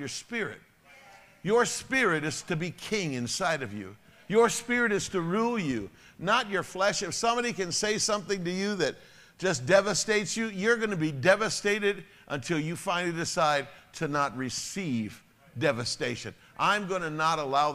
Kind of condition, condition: setting, large echoing room